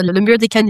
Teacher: We don't pronounce the last consonant.